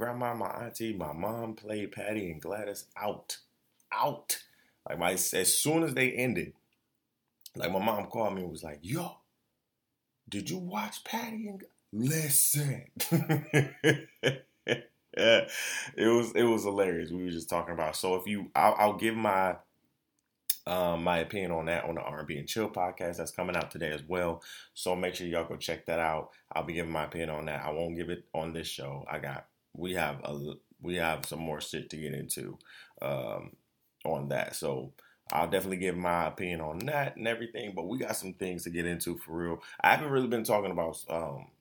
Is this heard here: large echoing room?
no